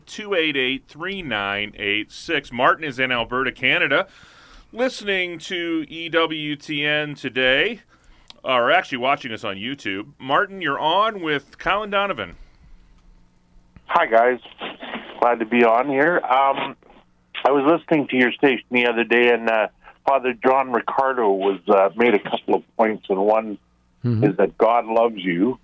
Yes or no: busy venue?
no